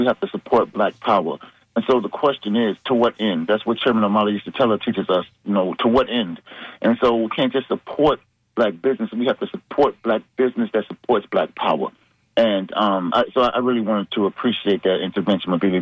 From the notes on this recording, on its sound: unique magazine format call-in show